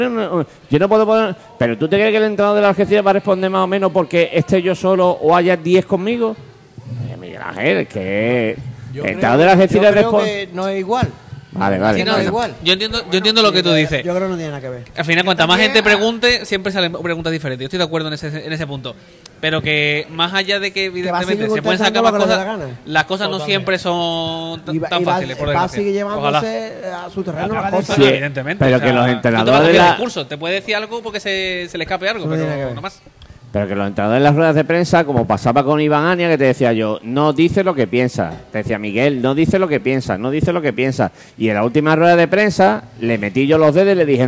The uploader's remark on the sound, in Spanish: Emitido en directo desde La Puta Calle de Plaza Andalucía.